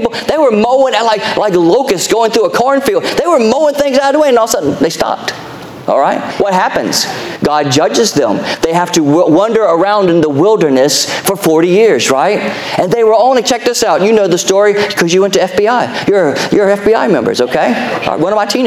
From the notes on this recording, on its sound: Our Sunday Evening Service podcast, recorded live July 9, 2023